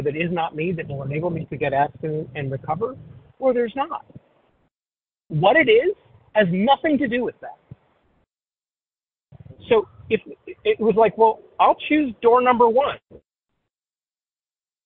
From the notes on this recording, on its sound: 100 Pounders Phone Meeting, 2/8/23